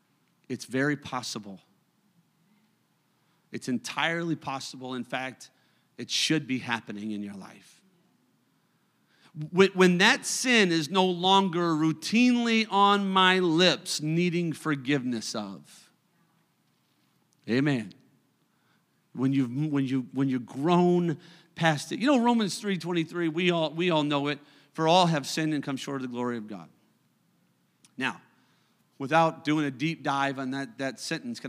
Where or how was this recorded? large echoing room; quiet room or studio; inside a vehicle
large echoing room